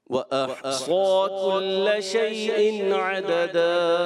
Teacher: صاد موٹا الف بھی موٹا كل میں کاف باری